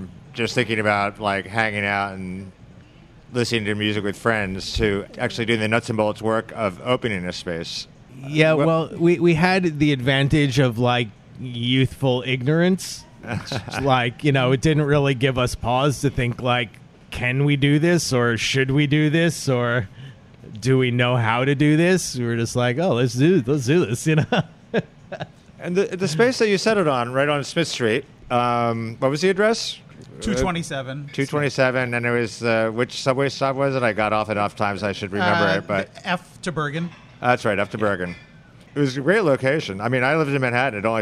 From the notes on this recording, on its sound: THE HALCYON ARCHIVES 20th Anniversary Panel. Recorded at the new Halcyon location at 53 Broadway in Williamsburg.